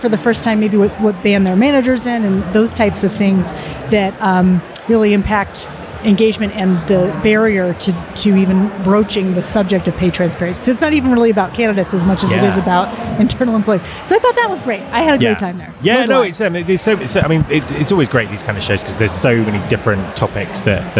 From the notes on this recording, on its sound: at the recent UNLEASH America conference